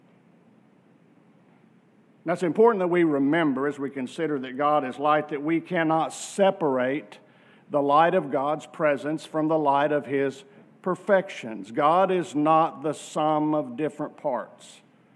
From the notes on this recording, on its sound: from our worship service on July 16, 2023